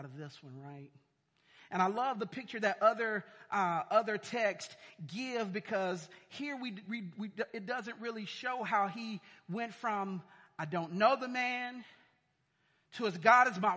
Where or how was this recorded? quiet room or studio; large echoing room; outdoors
large echoing room